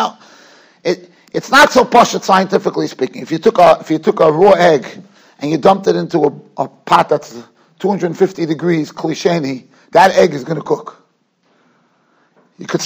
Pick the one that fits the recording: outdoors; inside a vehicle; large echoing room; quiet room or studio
large echoing room